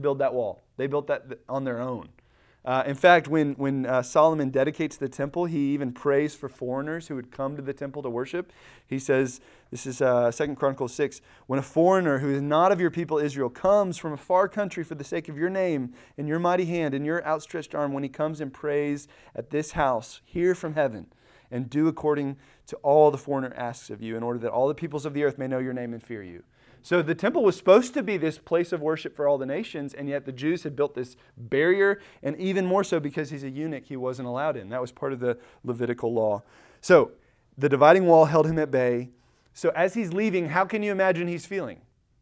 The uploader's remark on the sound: Recorded at Emmaus Church in Buford, GA